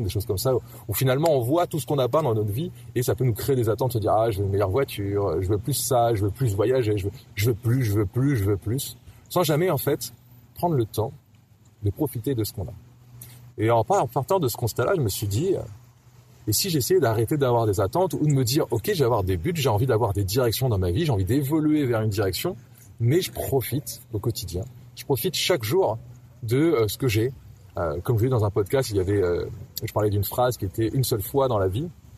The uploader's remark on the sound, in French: enregistré au bord de la mer